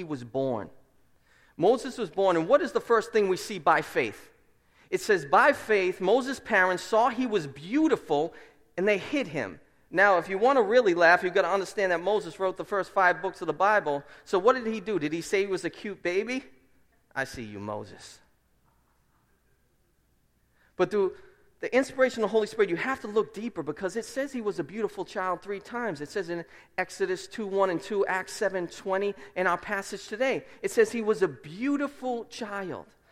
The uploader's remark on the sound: Preached at Restoration Road Church